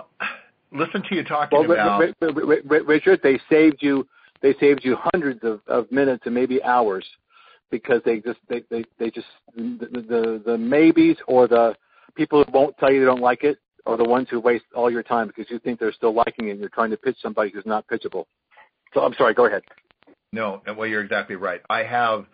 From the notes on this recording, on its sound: an archive of weekly conference calls